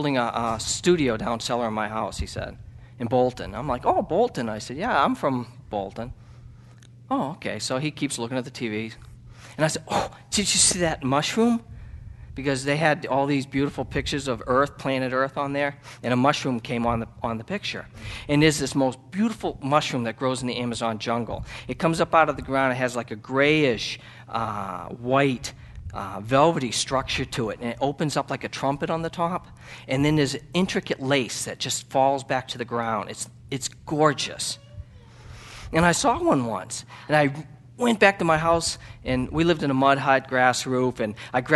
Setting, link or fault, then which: setting, large echoing room